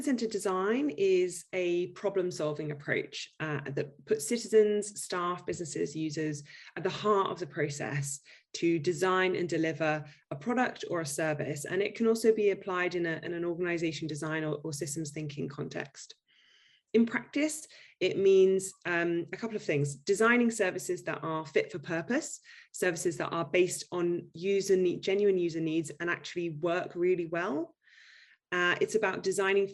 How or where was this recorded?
video call